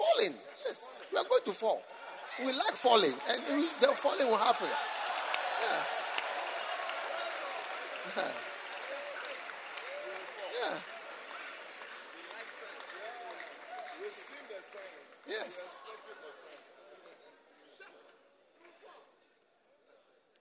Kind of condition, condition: setting, live audience